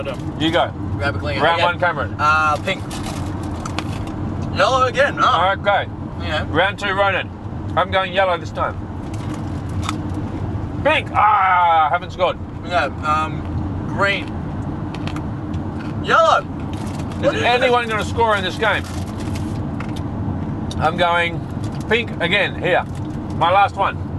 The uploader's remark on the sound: Recorded live in the car during a long drive to Mildura.